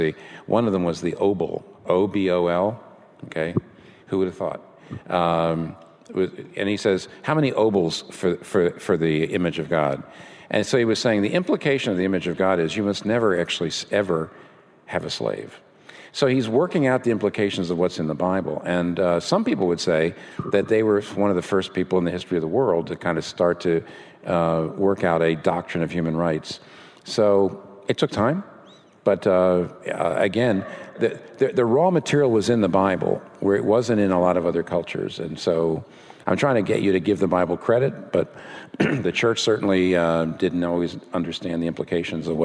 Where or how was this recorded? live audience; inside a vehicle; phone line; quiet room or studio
live audience